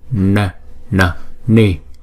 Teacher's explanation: chúng ta phải uốn cong cái lưỡi lại, cái đầu lưỡi đưa lên trên và búng ra